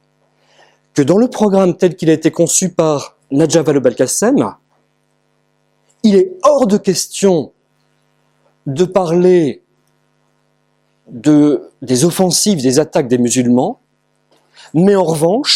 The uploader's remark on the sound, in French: Conférence réalisée par Academia Christiana lors du colloque «Reconquérir les esprits et les coeurs» en aout 2017 à Sées - Normandie